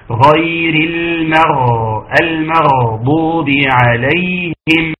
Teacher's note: يبقى اذا الغين فيها ايه؟ فيها رخاوه، فيها جريان للصوت